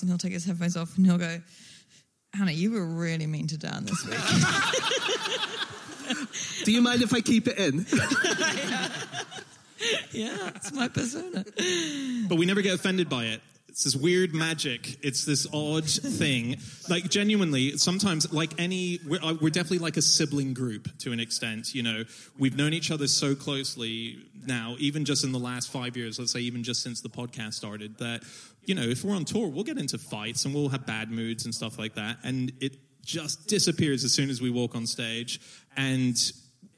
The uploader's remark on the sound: live onstage at the London Podcast Festival